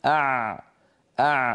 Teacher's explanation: لسان المزمار يعود إلى الخلف قليلا مما يضيق مكان خروج حرف العين أع، هكذا العين الفصيحة التي كانت العرب تنطقها في زمن النبوة.